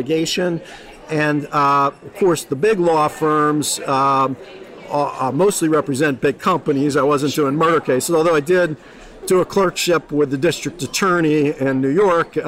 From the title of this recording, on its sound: Live at ARMA InfoCon